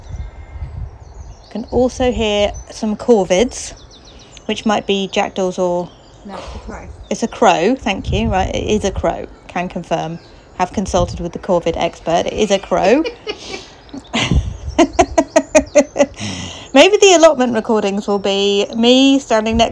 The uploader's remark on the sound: Birdsong at the allotment. Allotment update recorded in the shed at 14b Paddocks Allotments, in South West London.